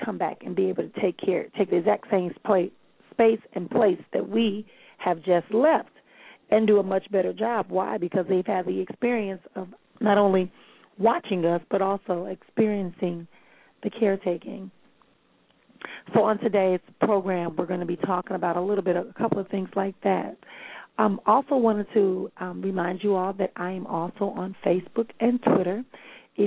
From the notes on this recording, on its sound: callers may call in with questions